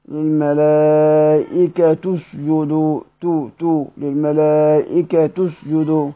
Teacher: للملائكة تسجدوا، ضم التاء ضم التاء اتباعا لضمة الجيم الواقعة في كلمة اسجدوا